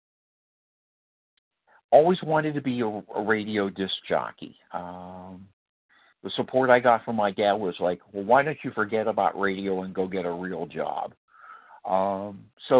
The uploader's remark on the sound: qualification from the 100 Pounders Phone Meeting